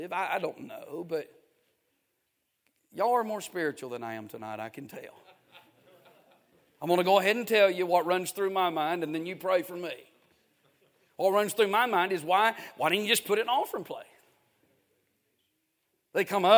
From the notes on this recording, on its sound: A sermon preached Wednesday Evening